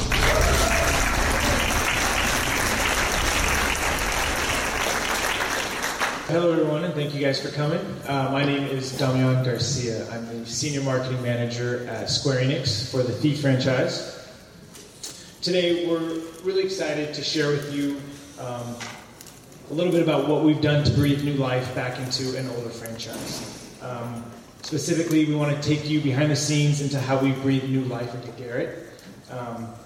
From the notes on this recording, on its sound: A panel hosted by Thief Game Director. Hosted at San Diego Comic Con 2013.